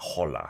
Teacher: Mm-hmm. And we don't pronounce the H like in English, like hola.